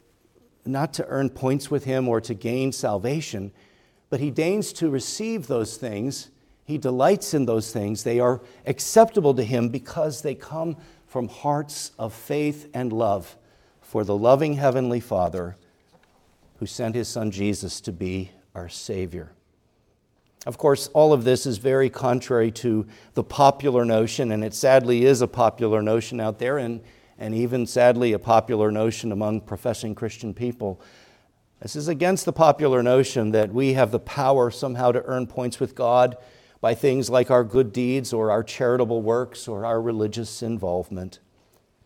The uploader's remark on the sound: preached at Grace Orthodox Presbyterian Church in Sewickley, PA, during the evening Worship Service on Sunday, February 18, 2024.